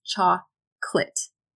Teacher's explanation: It actually sounds like two syllables, cha-clit.